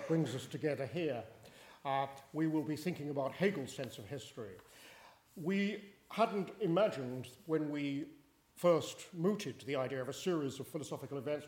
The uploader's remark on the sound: This talk is part of the Shakespeare and Hegel symposium, held at Garrick's Temple to Shakespeare (Hampton, London) on April 1, 2017.